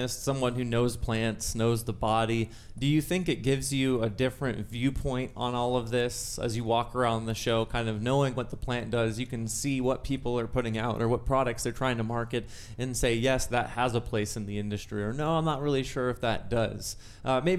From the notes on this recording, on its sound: Recently the Rootd podcast team was on location at MJBiz 2019 in Las Vegas, Nevada.